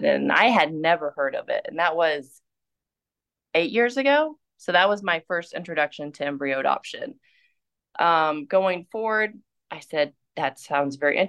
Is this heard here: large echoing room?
no